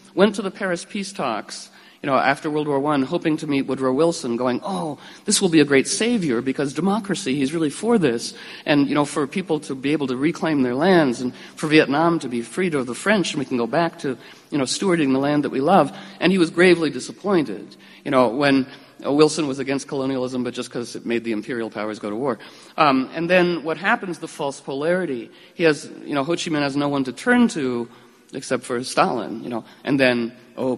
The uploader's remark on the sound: Live audio captured at Star Hall from that event.